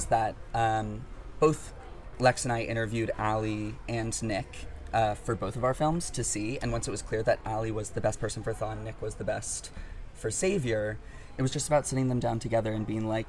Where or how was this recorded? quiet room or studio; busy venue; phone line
busy venue